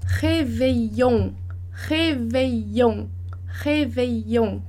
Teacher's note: Esses dois L's a gente vai pronunciar com o som de I. Outra palavra que você já conhece, que é réveillon, réveillon, réveillon, com som de I.